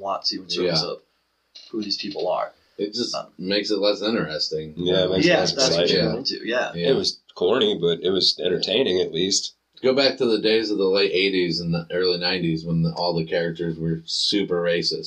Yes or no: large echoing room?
no